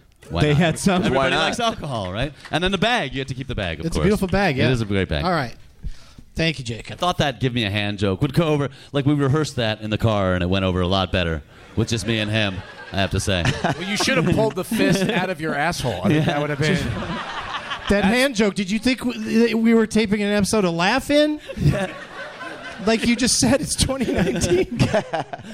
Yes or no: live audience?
yes